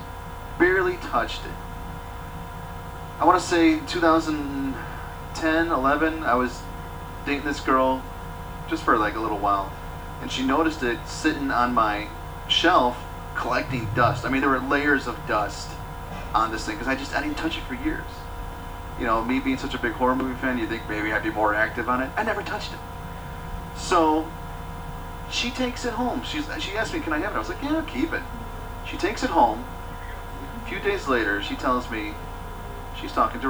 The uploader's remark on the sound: Apologies for the bad audio quality. This is our first time doing a trial run.